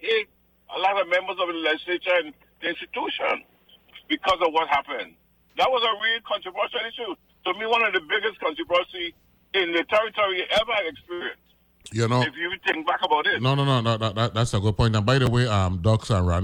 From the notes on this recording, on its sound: joined on the phone